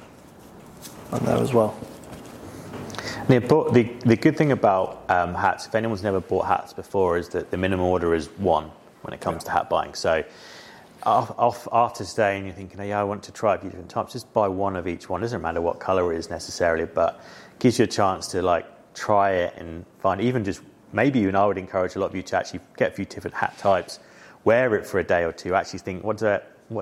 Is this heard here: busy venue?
yes